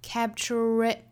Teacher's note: 英音加出一个小小的 r 的发音